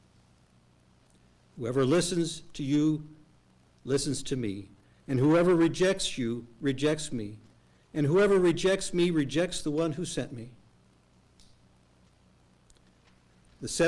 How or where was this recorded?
large echoing room